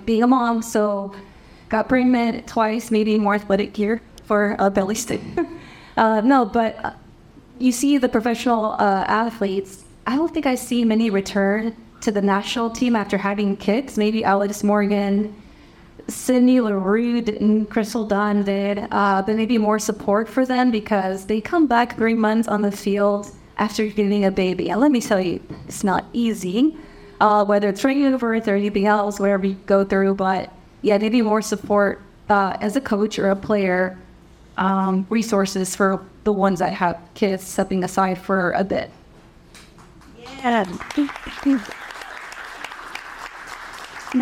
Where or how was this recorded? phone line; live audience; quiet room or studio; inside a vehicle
live audience